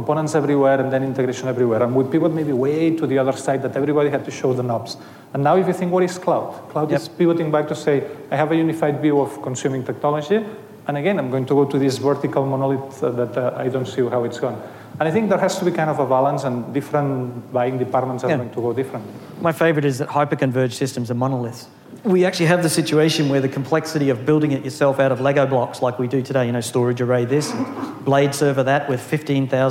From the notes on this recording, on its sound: Was recorded live at the Future:Net 2017 conference.